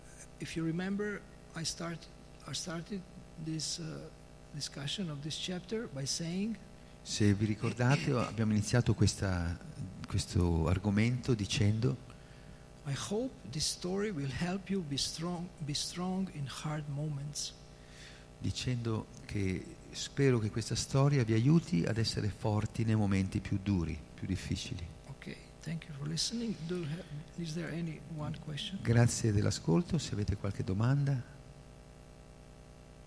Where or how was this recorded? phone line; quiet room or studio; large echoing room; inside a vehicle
large echoing room